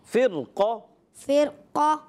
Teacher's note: اب موٹا کریں کیونکہ قاف رفع مستعلیہ میں سے